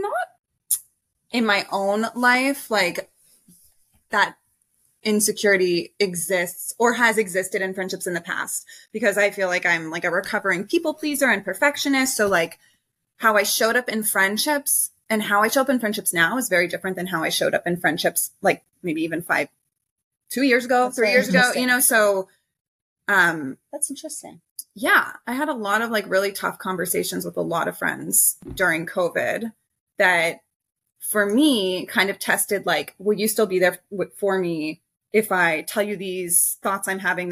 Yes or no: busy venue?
no